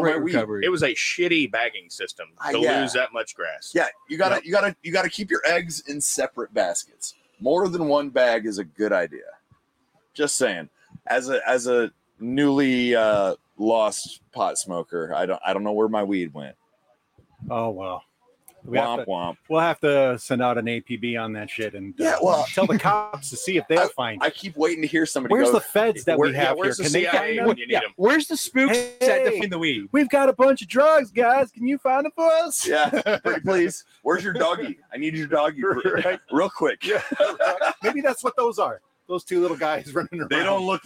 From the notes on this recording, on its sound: This episode of the Forum is brought to you live from Chillderburg, TX, out of the WTF tent.